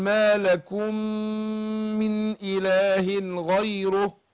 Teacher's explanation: العلامة الإدغام هنا عندنا العلامة الميم الأولانية معلهاش أي حركة والميم الثانية مشددة فعلامة ان الاولى ادغمت الثانية فهديها غنة حركتين. هنطق ميم واحدة مشددة هديها غنة حركتين.